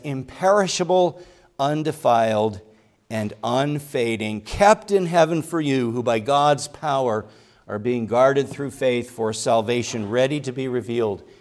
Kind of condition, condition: setting, large echoing room